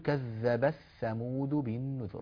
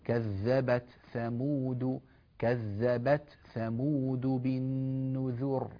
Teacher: ليست مدغمة في الثاء لا نقول كذب الثمود بل نقول كذبت نطقت التاء وانتهيت منها وهمستها ثم أنتقل إلى الثاء · Shown in: second take